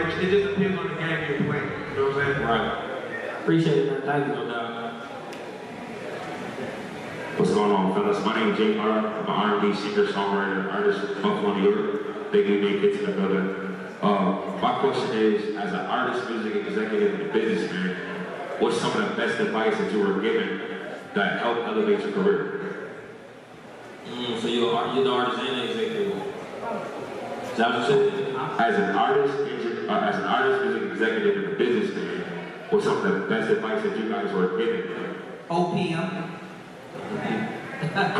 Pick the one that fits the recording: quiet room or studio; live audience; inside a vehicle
live audience